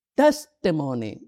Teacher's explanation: The emphasis is in the first syllable.